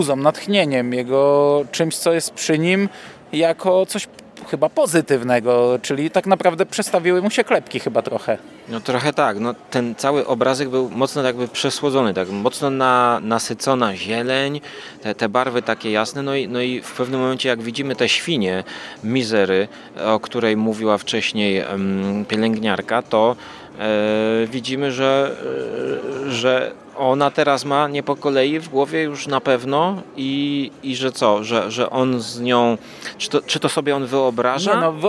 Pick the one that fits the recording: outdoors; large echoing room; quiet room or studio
outdoors